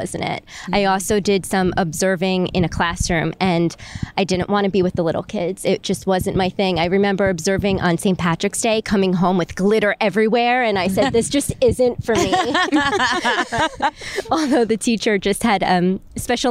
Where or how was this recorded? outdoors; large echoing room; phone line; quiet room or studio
outdoors